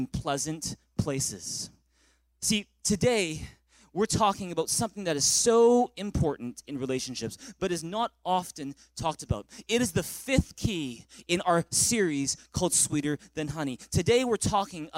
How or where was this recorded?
large echoing room